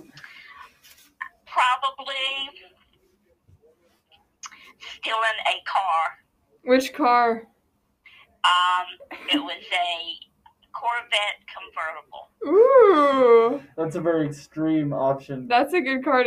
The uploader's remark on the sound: we had a nice phone interview